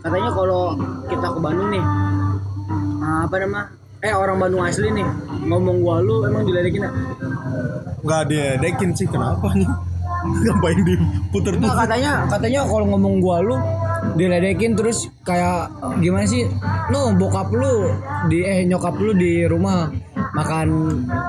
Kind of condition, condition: setting, busy venue